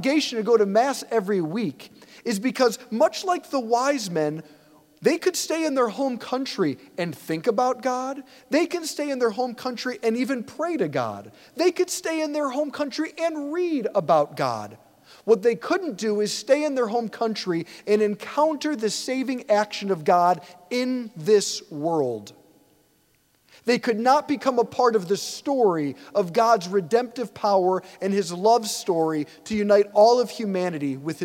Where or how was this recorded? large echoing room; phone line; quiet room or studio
large echoing room